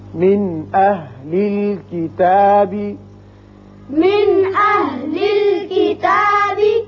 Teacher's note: یہاں نون ساکن کے بعد حمزہ و شکل الف ہے جو حروف حلقیہ میں سے ہے، لہذا یہاں نون ساکنے پر اظہار حلقی ہوگا